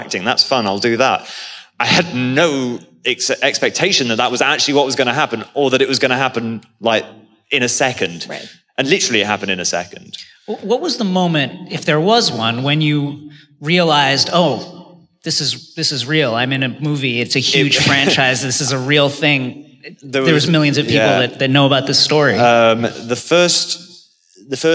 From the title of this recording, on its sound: Live From LeakyCon 2018